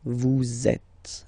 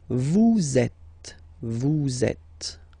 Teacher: vous is ending with S, and then you tend to make a little link between them. So vous êtes, z, it goes like that, vous êtes. · Term: liaison